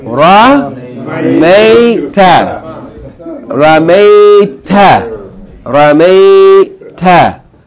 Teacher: three syllables, short vowel, diphthong, short vowel